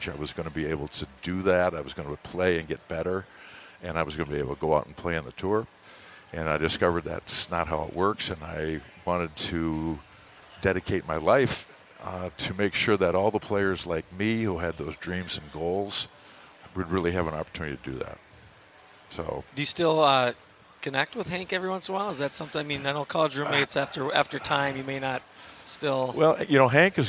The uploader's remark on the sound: The Break80 Podcast is back on stage at the Minnesota convention center for another year live from the Minnesota Golf Show.